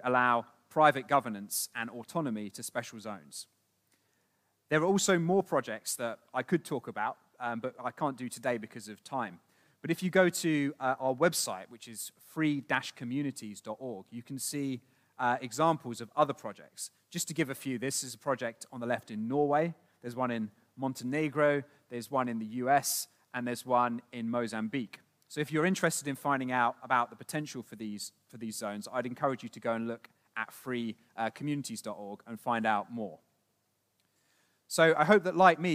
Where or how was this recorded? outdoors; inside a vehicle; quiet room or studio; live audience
live audience